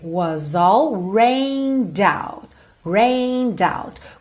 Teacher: juntei was no all, o S ganhou som de Z